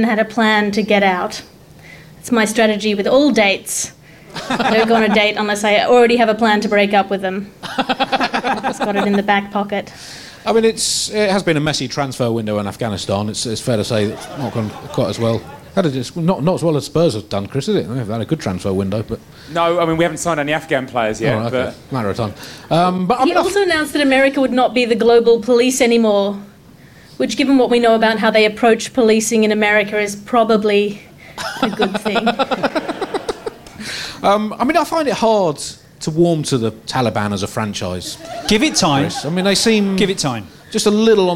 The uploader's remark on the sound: at the London Wonderground festival